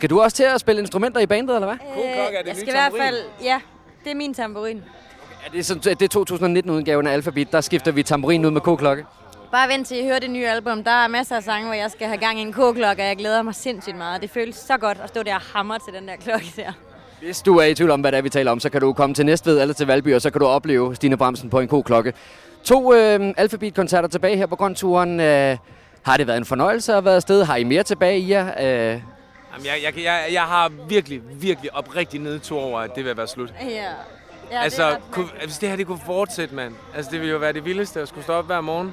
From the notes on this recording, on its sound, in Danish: Vi beklager den til tide dårlige lyd, men radiostudiet blev byttet ud med en mark og det har desværre sine konsekvenser.